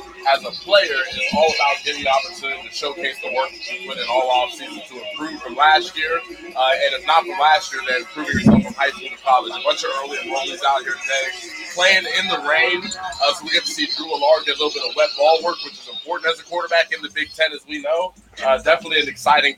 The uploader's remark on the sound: live from Beaver Stadium